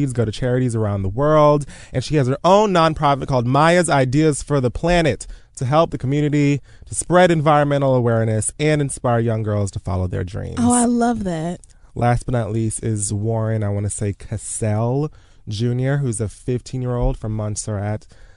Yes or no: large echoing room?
no